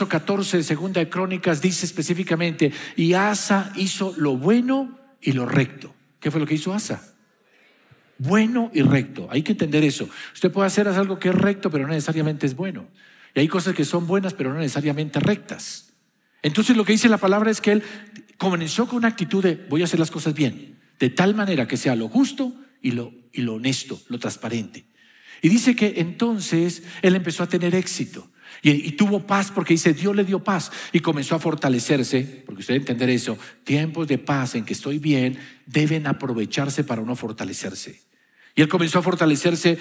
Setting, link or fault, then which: setting, large echoing room